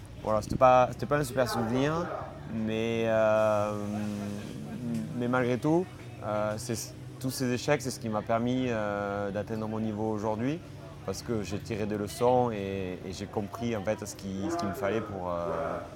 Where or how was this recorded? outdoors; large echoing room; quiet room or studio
outdoors